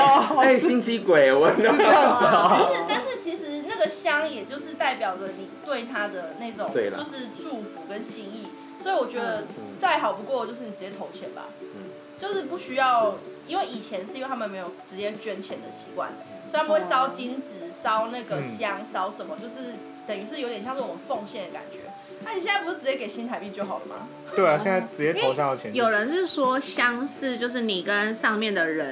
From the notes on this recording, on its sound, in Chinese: 抱歉這次沒顧好，錄音環境噪音有點多